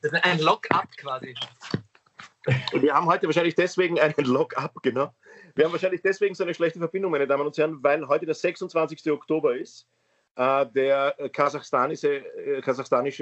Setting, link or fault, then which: link, video call